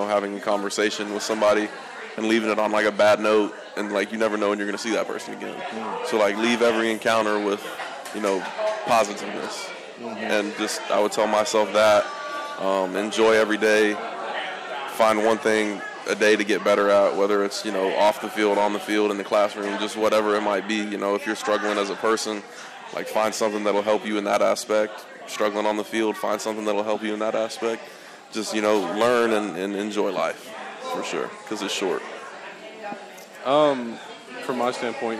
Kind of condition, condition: setting, busy venue